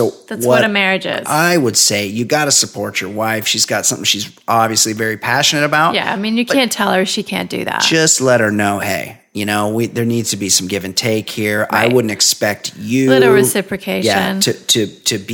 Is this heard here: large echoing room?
no